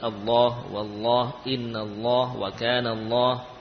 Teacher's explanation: Ini lafadz Allah yang sebelumnya fathah, maka lam dibaca tebal. Allah, wallah, innallah, wa kana Allah, ya.